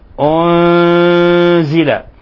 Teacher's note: أنزل، وما أنزل، أنزل، ولاحظوا ضم الشفتين لتحقيق الضم، ولاحظوا الإخفاء وأنه لا تشديد فيه، لا نقول أنزل وإنما نقول أنزل. · Term: إخفاء حقيقي